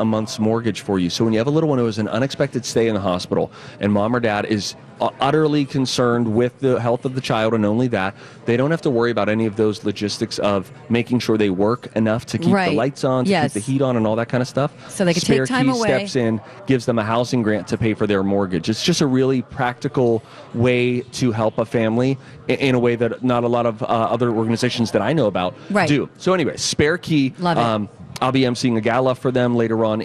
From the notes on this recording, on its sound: Live from The AC Hotel!